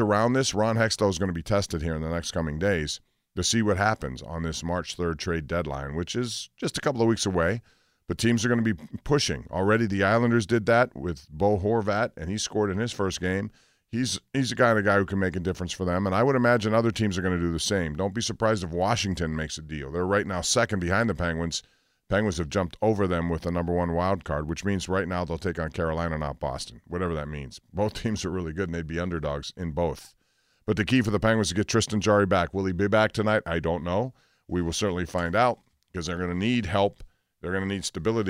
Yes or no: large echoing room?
no